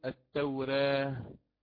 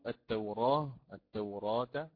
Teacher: فيقرأها الإمام ورش بالتقليل قولا واحدا الألف، ويلزم من ذلك ترقيق الراء · Shown in: first take